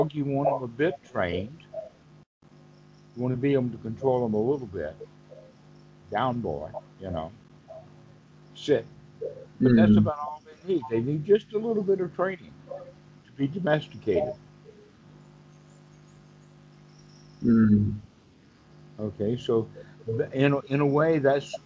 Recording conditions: video call